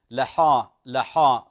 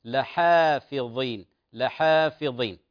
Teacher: والحاء من حروف الترقيق وليست من حروف خص ضغط قض · Shown in: second take